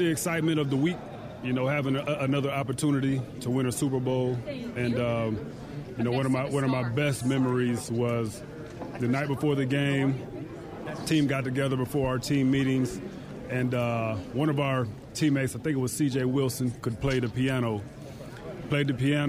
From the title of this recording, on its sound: Live From Super Bowl Radio Row